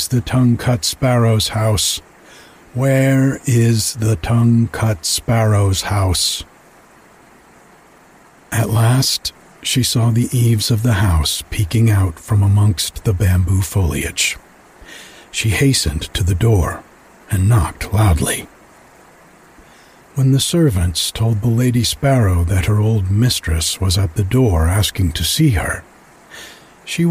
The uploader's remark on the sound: some sounds of nighttime at the creek in the background